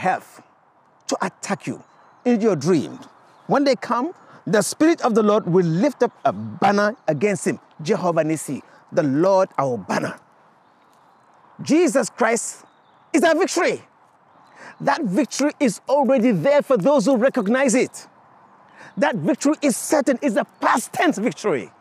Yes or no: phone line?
no